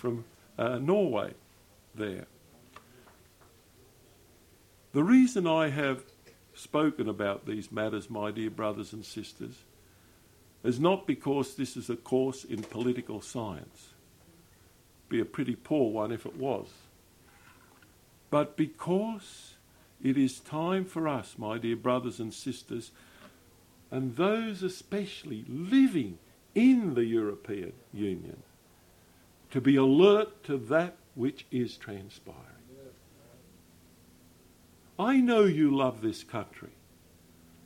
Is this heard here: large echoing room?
yes